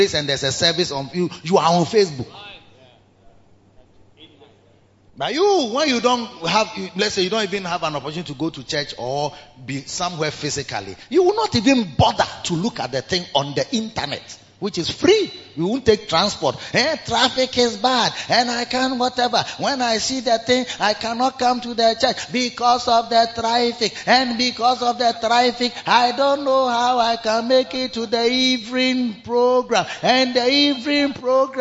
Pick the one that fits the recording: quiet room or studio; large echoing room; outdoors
large echoing room